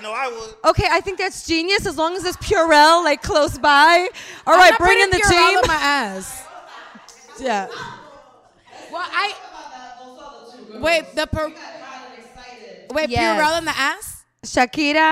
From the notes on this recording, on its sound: for our first ever LOL in LA live episode